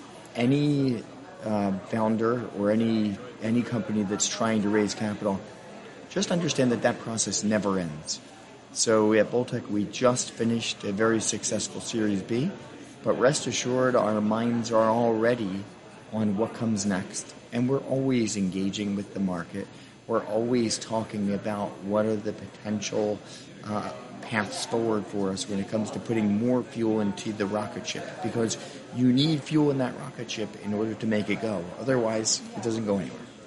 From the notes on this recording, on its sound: from the annual Insurtech Insights conference held in June in New York City